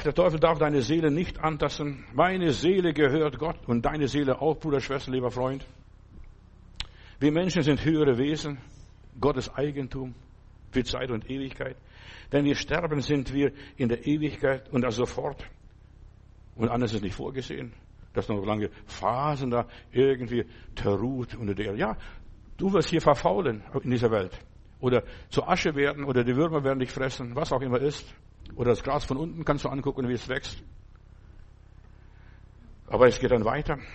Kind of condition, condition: setting, large echoing room